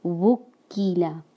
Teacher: کاف کو مزید باریک کرنا ہے کیونکہ کسرہ ہے کاف کے نیچے